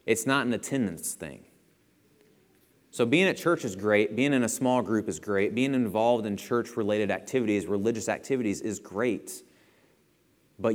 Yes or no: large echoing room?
yes